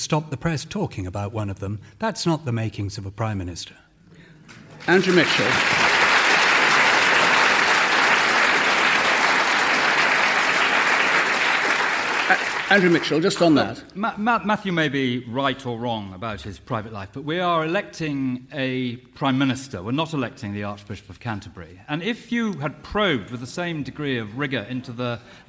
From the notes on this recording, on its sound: Topical debate from the Paignton Palace Theatre in Devon.